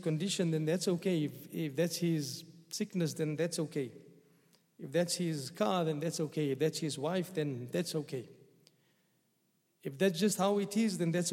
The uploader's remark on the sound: at the Houghton Masjid (West Street)